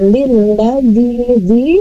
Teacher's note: Seperti di lillazi harusnya dibaca panjang karena ada kasroh dan dia sukun. Kemudian la yu minu nu doma menghadapi waw sukun dan la alif dengan fathah.